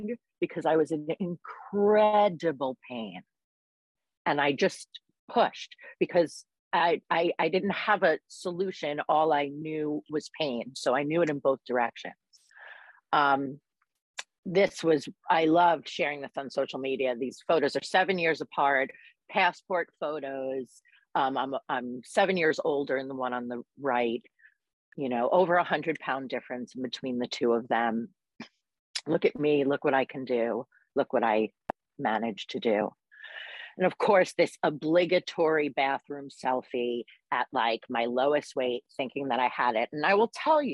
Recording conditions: video call